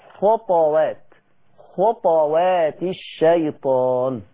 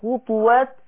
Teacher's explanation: شعبة يقرأ بسكون الطاء فبعد كده يترتب على هذا السكون قلقلة · Shown in: first take · وحفص يقرأ بضم الطاء خطوات، اي نعم ماشي الكلام، ادي الجزئية.